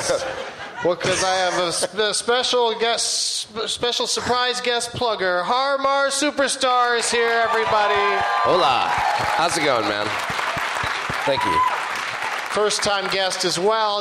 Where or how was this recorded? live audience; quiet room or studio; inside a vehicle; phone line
live audience